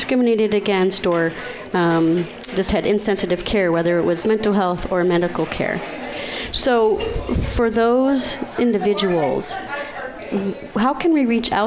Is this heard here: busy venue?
yes